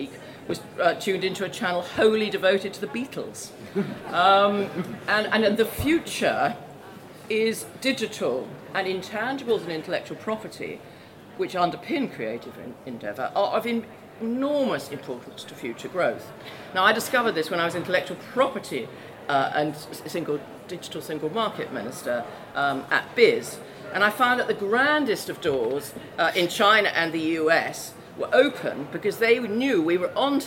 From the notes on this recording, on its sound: We’re kicking things off with a live recording of a CapX event at Conservative Party Conference.